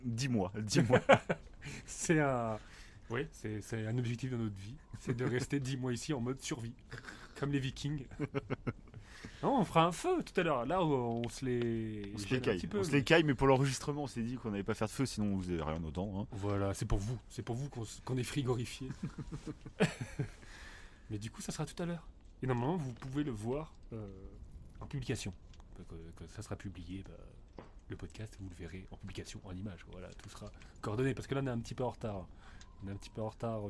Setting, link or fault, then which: setting, outdoors